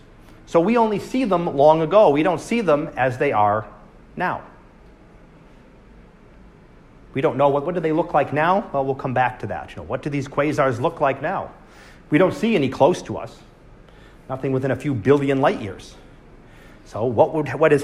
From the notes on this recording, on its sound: Live Class Lecture.